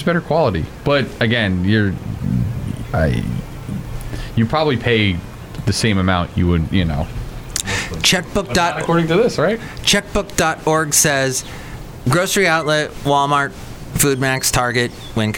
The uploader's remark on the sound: podcasts live from Cafe Anyway